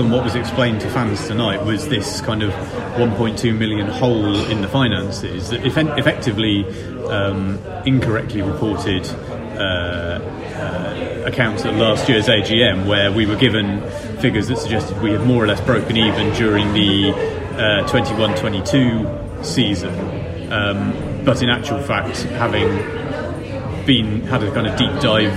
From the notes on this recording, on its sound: Apologies for the audio on this one - Tiny Rebel was noisier than we expected and we'd forgotten to bring a proper mic!